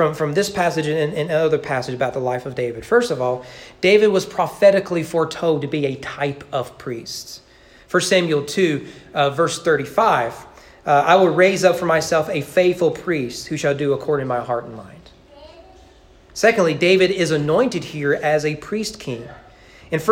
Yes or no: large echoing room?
yes